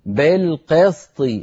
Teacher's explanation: انتبه إلى كلمة بالقسط، اكسر الباء جيدا، اكسر القاف جيدا، هكذا بالقسط، ولا تقولي بالقسط، بالقسط هذه إمالة وليست كسرة